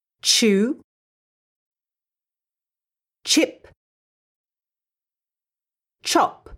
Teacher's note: both the sh and ch sounds are unvoiced. This means there'll be no vibrations if you put your hand on your neck when you say them.